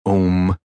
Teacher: Essentially, they're a centered vowel which may or may not be followed by a nasal consonant. · Term: filled pauses